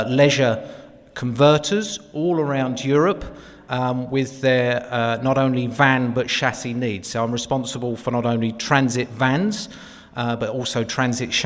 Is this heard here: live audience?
yes